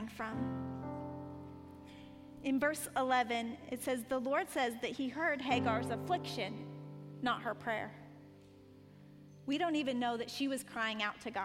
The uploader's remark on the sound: Panel Discussion and Sermon from WOMAN Night, March 31, 2017, at the Cabot campus of newlifechurch.tv